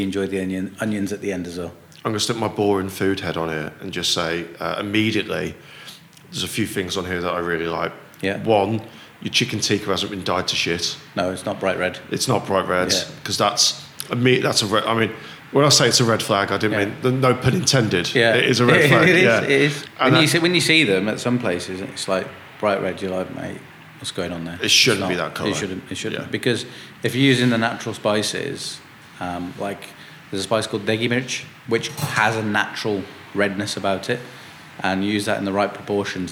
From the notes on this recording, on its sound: some of this episode was recorded at Taco Fest at the Bond in Digbeth